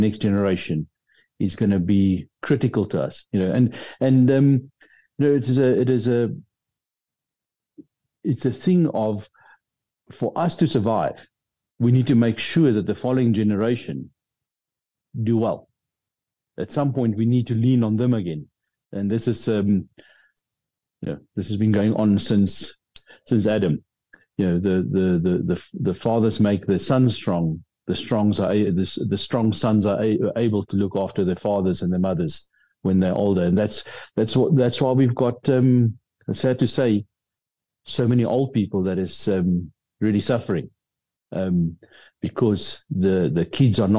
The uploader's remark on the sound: The Transformation Table Zoom Meeting on the 13 Jul 2023